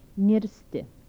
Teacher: Dental nasals without palatalization.